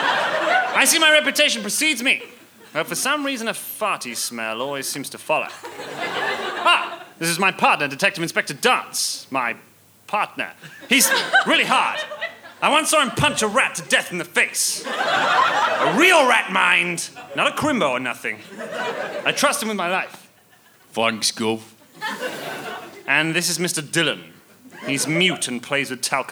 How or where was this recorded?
live audience